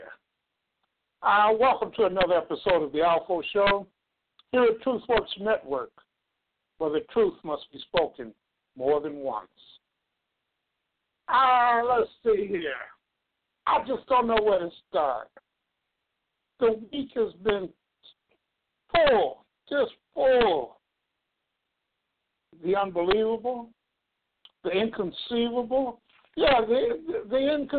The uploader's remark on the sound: LIVE and call-in broadcast which reviews, analyzes and discusses the major political events and consequences in America.